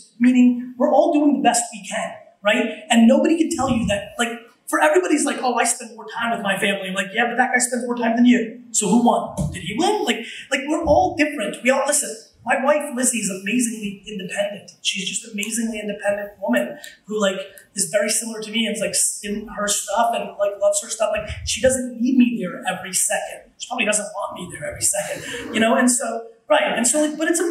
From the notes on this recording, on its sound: WeWork 2013 Keynote. A keynote that I gave at WeWork in 2013.